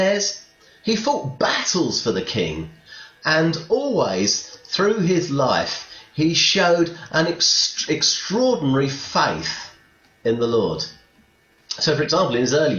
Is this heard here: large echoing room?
yes